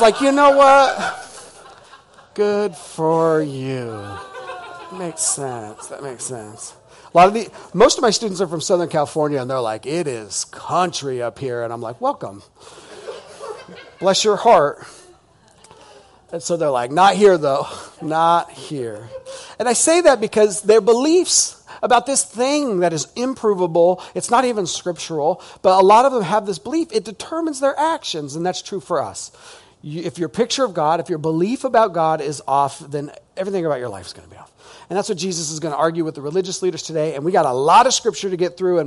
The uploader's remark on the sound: This is audio ripped from the Live Service video.